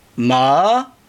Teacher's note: And then there's a rising tone, like ma, right? Like, starts low, goes high.